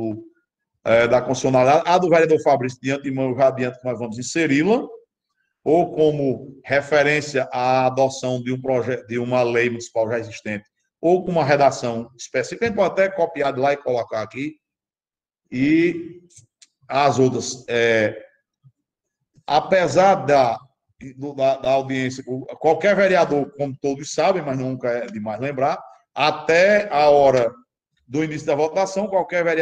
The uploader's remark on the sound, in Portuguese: Audiência Pública Virtual. As Sessões da Câmara Municipal de São Bento Paraíba.